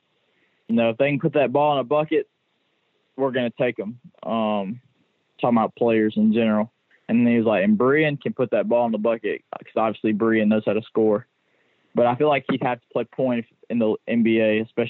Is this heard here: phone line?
yes